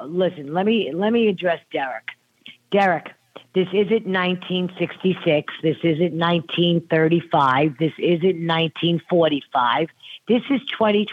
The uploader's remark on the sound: we take your calls in open phones across America.